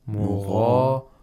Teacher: With pharyngealization. The root of the tongue is raised toward the pharynx.